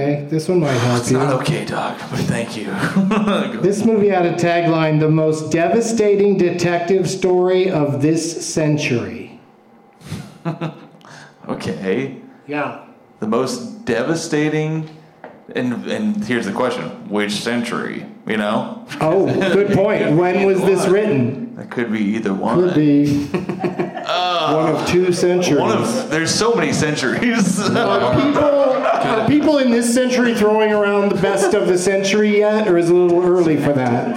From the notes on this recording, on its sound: Live from The Improv in Brea